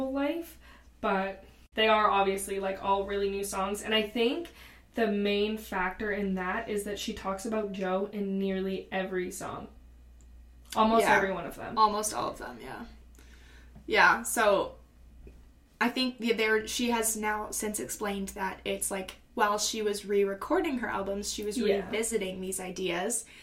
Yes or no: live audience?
no